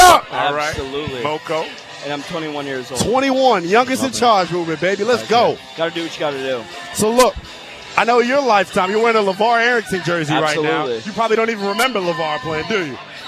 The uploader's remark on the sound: live from the Burgundy & Sold Party